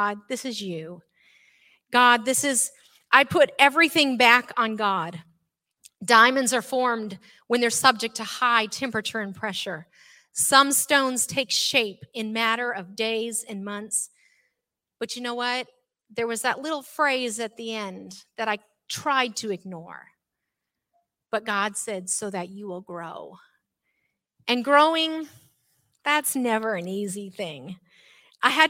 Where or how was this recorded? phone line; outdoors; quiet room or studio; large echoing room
large echoing room